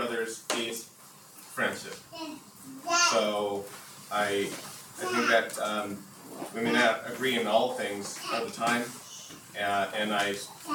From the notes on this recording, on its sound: The sermon was preached on 09-04-22.